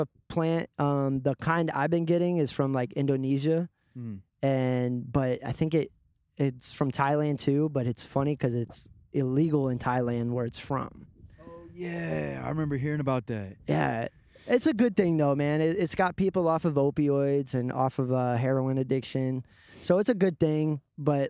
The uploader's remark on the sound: ON A SECRET ROOFTOP!!!! In this episode we're recording on top of a roof.